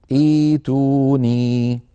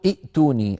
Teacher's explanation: نبدل الهمزة الساكنة ياء، يعني حرف مد من جنس حركة الهمزة الأولى · Shown in: first take